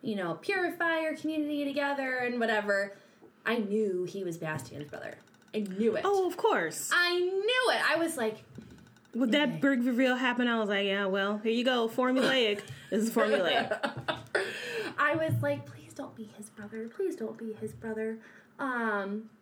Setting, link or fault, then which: fault, background noise